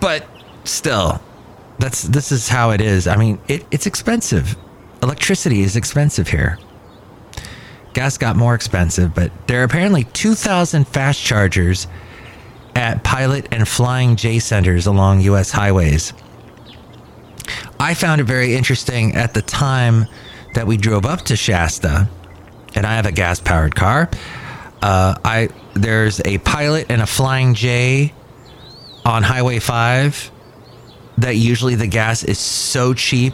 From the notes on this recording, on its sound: Podcasts live from Cafe Anyway.